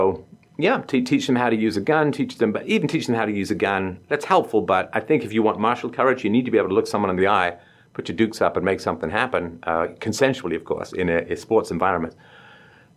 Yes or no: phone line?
no